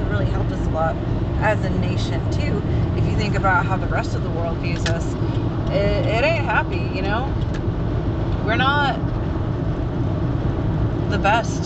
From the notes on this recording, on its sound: Almost died in traffic during this recording